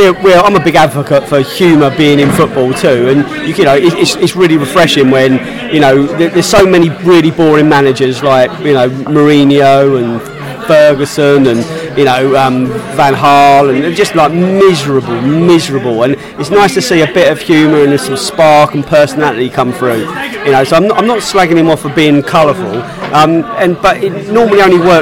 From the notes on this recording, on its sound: Pre-match podcast from the pub. Fans in the pub post QPR.